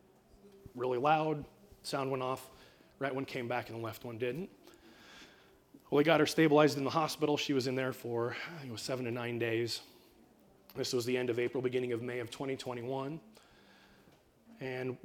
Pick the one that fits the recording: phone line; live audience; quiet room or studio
live audience